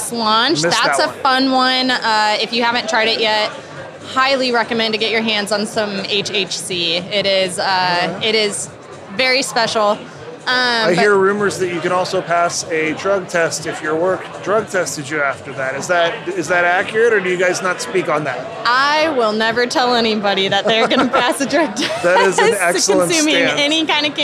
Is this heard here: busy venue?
yes